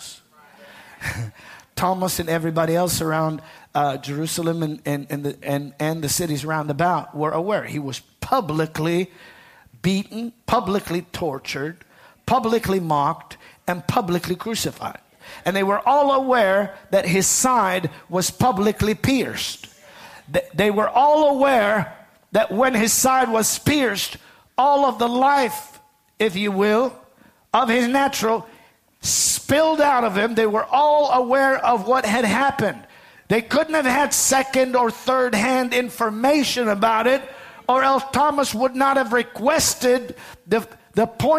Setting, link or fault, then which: setting, large echoing room